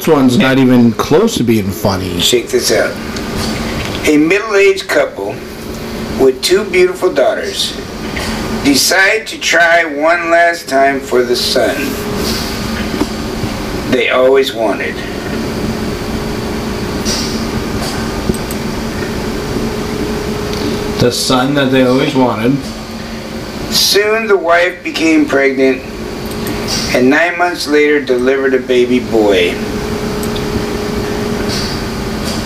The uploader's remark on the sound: this is a older recording so the sounds not perfect